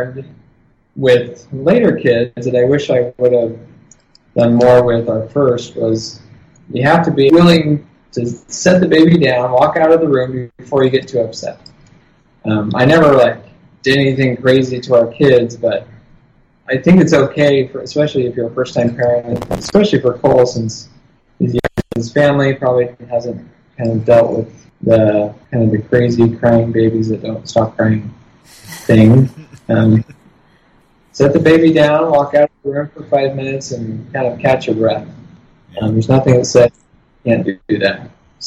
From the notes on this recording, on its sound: The audio quality isn’t perfect